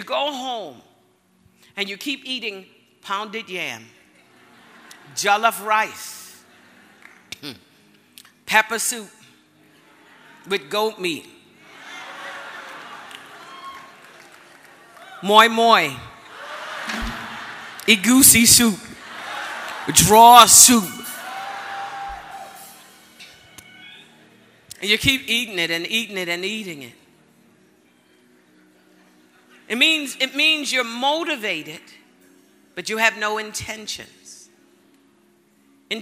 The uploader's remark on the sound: Word Explosion Conference, 2019: Day 3